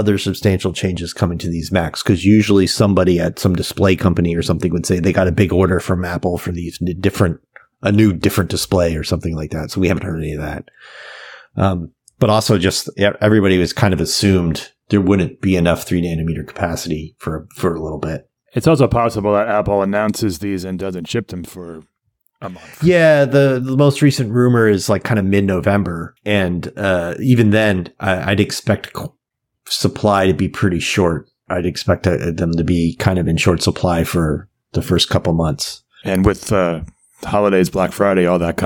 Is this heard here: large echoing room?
no